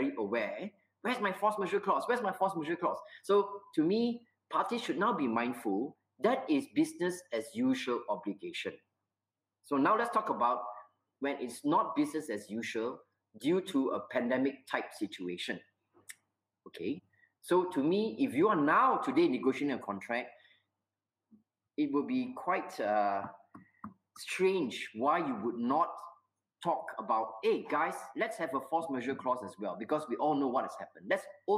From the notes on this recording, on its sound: recorded webinar